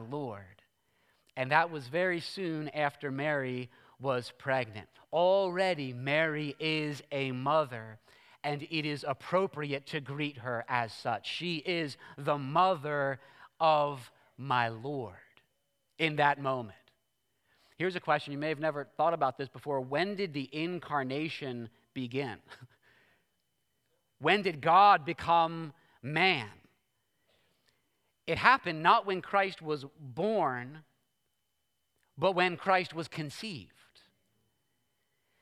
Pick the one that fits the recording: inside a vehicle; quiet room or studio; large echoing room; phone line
large echoing room